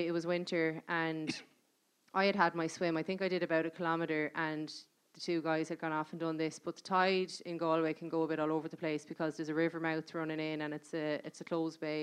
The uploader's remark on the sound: This part two of a live podcast recorded in the (Whale Theatre) in January 2020.